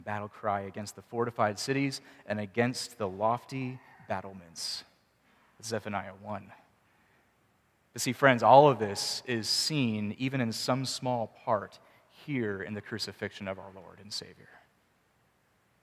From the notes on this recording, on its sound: Preached at Mercy Presbyterian Church, PCA (Forest, VA)